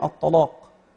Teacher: أحيانا برضو يفخمون المرقق مثلا اللام الطلاق · Term: تغليظ اللام